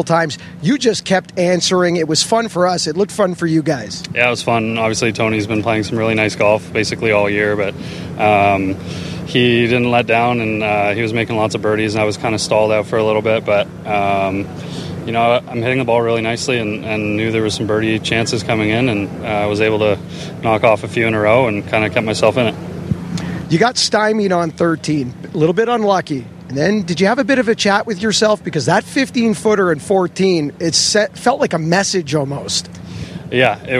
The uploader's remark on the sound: "LIVE" INTERVIEWS FROM THE ROCKET MORTGAGE CLASSIC